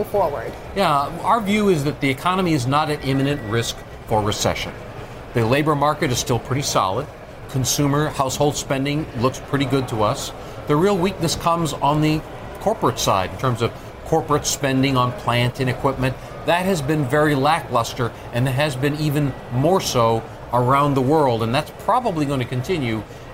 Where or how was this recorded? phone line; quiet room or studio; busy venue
busy venue